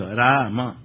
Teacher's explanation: राम रा दीर्घ है तो म ह्रस्व है · Term: ह्रस्व दीर्घ